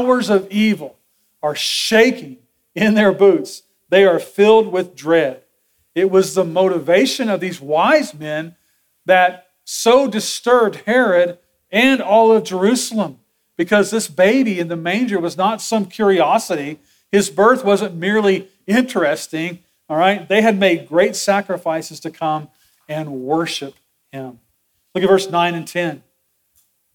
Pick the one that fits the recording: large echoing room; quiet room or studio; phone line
large echoing room